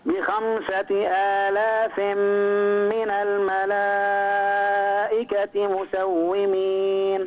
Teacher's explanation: مد الملائكة أربع حركات